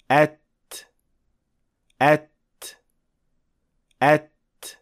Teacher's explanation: We call that hems, and it is essentially a little gush of air that is released after pronouncing the ta, especially when ta has sukun, and you perform it by releasing the tongue from its pressing position.